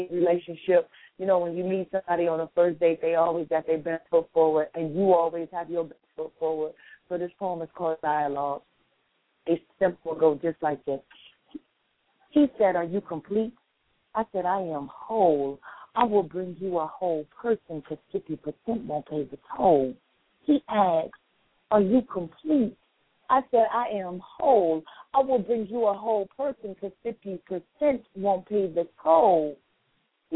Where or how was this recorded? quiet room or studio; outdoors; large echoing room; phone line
phone line